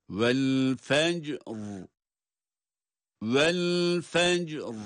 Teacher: Fecr derken cim de kalkale, ra ise duruş halinde kalın okunan bir durumda.